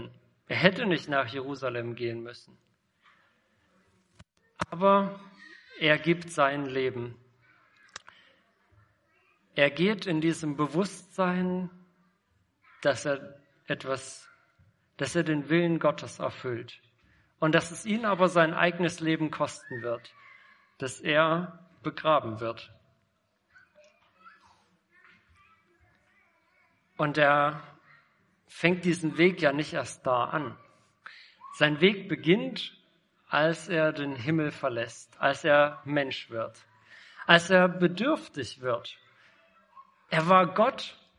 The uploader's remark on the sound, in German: Predigt im Rahmen des GreifBar+ Gottesdienstes